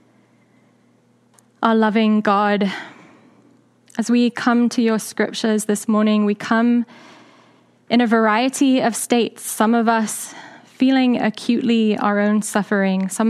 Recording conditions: large echoing room